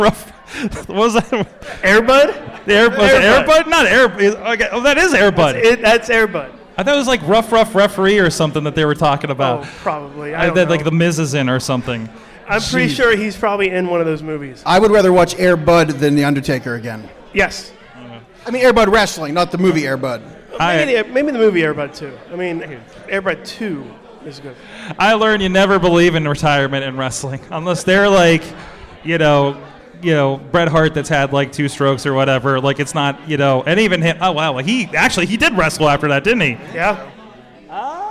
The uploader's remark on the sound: We are LIVE at Pittsburgh Podcon celebrating International Podcast Day at Spirit Lounge in Pittsburgh, PA